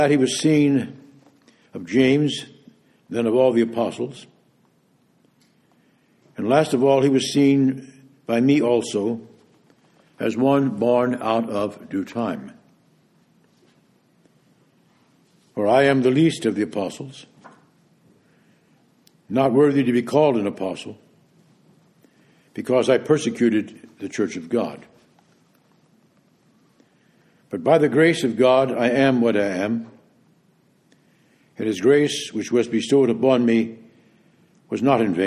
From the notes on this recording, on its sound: preached this homily at Vespers on January 19, 2019